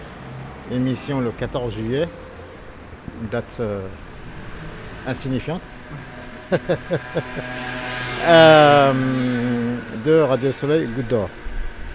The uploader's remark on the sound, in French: En accomplissant ensemble deux marches sur les traces de ces histoires. Les deux enregistrements que ces marches ont produit. Ce qui crée leur cohérence néanmoins est la progression spatiale que nous accomplissons, ainsi que l’excavation de différentes strates de la géologie politique de Paris à chaque endroit où nous nous arrêtons.